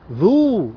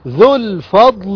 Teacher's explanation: يبقى اخرج من الذال المضمومه على اللام مباشره · Shown in: second take · Term: يسقط وصلا